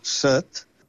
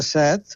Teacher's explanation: en català central es pronuncia en veu oberta · Shown in: second take · set... I en català occidental es pronuncia set.